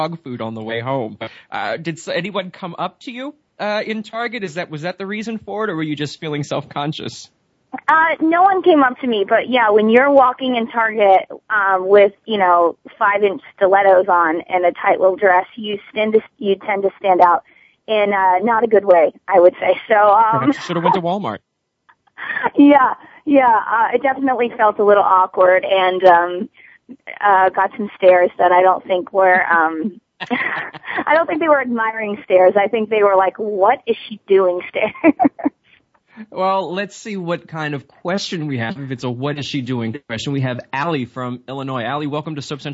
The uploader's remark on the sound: Soap Central Live opens the phone lines to fans.